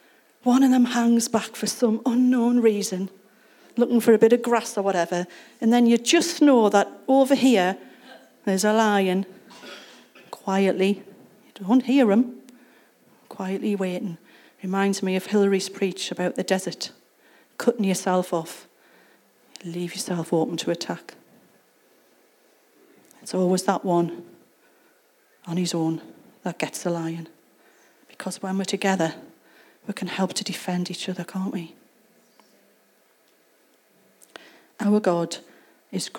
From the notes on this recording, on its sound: Recorded at Acorn Community Church on Sunday 29th October 2023.